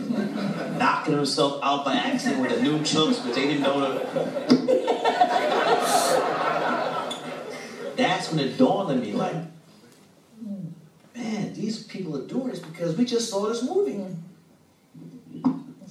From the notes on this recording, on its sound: After an exclusive screening of BlacKkKlansman. A couple questions from the audience.